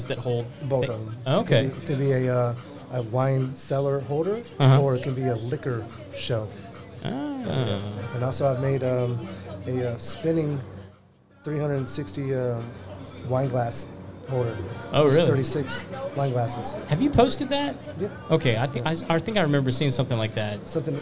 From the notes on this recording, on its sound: Live Networking Event at Baker Street Pub. At a live event in The Woodlands TX.